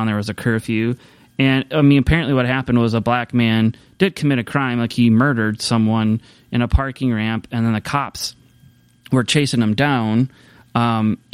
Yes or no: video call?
no